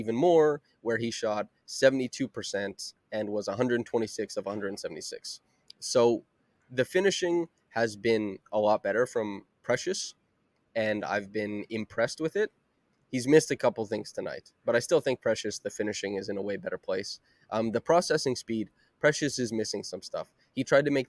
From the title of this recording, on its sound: LIVE from Scotiabank Arena